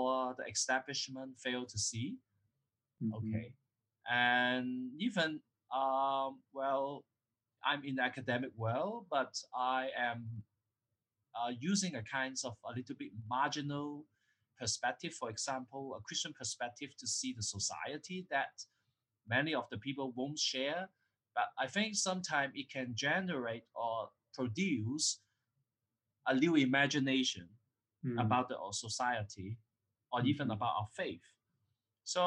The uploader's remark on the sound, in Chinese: 錄音的品質不是很好，很抱歉，還在學習中。